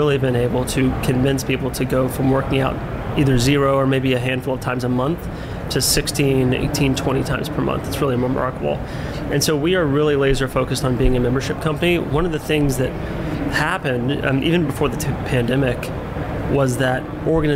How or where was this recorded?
busy venue